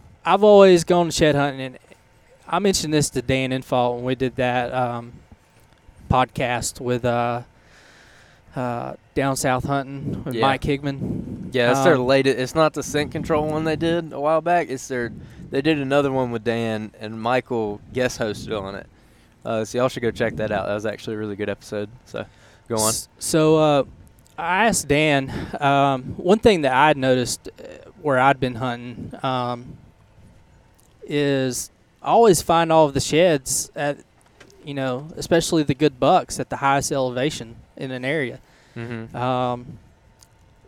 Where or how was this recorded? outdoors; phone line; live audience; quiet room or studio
outdoors